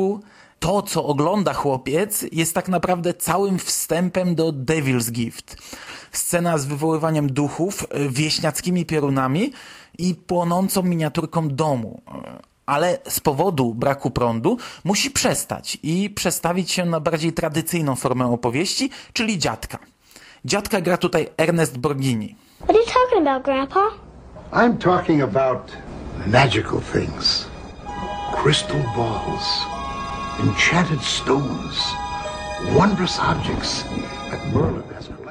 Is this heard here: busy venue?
no